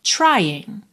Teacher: termina no N, não pronuncia o G